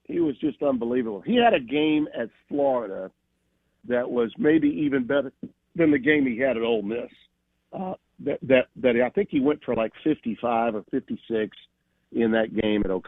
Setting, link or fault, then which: link, phone line